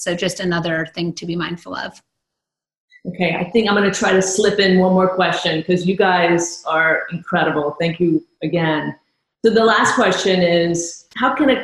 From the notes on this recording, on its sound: This episode was recorded from an online event